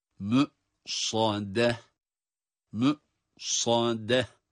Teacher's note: Sat kalın. Ondan sonra gelen dal harfi ince olmalı.